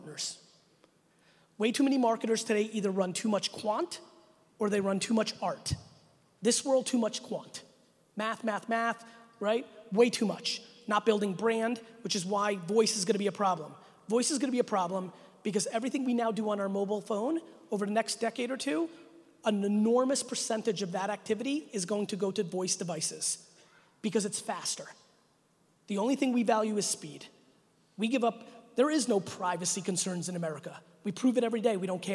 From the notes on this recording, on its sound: a brand new keynote I did at the 2019 Financial Brand Forum in Vegas on April 15th